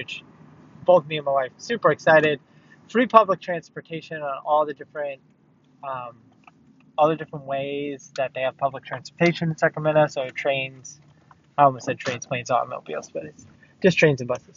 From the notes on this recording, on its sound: I am driving to Sacramento. These are the emotions I feel as I make the drive.